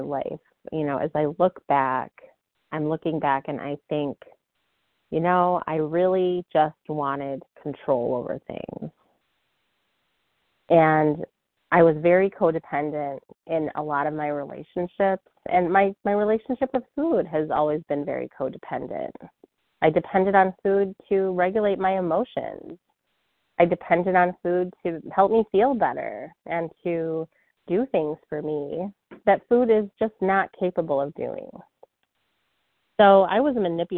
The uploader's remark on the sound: 100 Pounders Phone Meeting